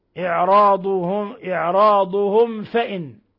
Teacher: ميم ساكنة جاء بعدها الفاء إظهار شفوي، بل هو من أشد حالات الإظهار الشفوي